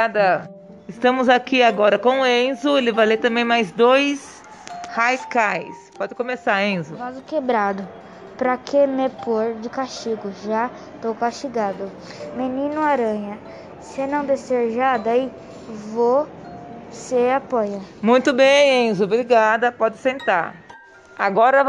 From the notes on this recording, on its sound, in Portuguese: SALA DE LEITURA. CEU EMEF JOSÉ REZENDE. ESSE PODCAST FOI GRAVADO DURANTE AS AULAS NA SALA DE LEITURA E NA SALA REGULAR DE AULA.